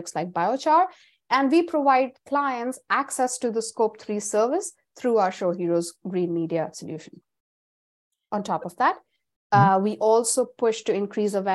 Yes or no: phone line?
no